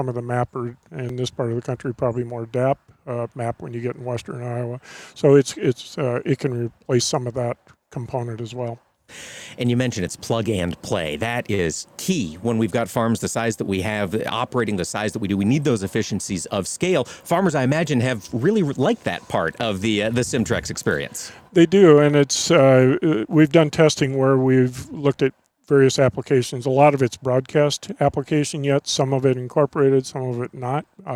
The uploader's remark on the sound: Today, AOA was on location in Cedar Falls, Iowa for the 3rd event on the Future of Fertilizer tour from Anuvia Plant Nutrients!